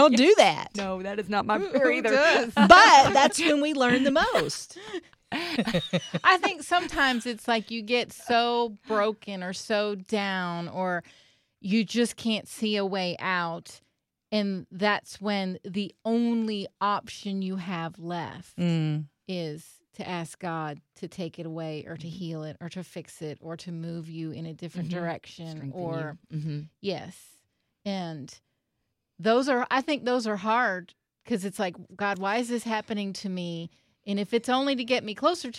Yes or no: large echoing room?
no